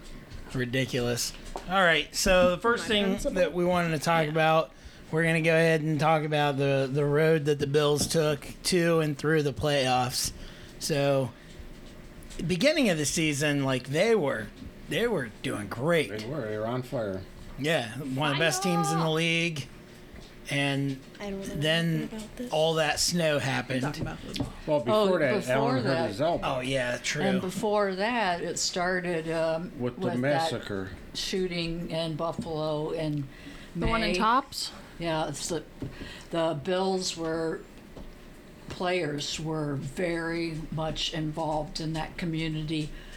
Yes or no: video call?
no